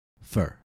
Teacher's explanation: when you curl your tongue tip to say er, as in fur, it's not necessary to curl as much or as long as you normally would, because this word is not stressed. You just need to curl and uncurl. · Term: reduced form